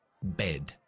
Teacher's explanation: Pero como es una sílaba cerrada, utilizo la E corta, que es e, muy parecido a castellano, bed. O si digo, por ejemplo, top, T-O-P, pues esa O en abecedario es O.